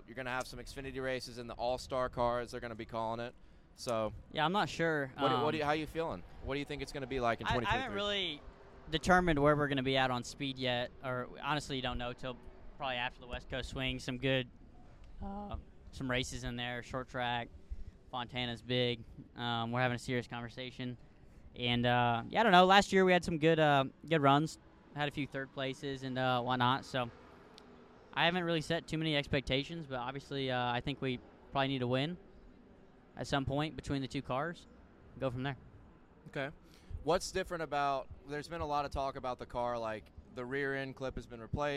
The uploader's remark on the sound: LIVE In Daytona